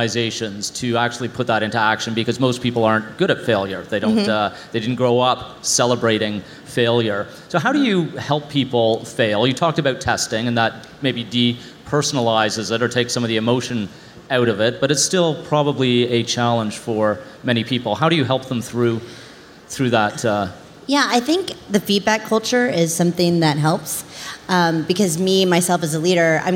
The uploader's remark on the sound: This episode is live from the C2 conference in Montreal.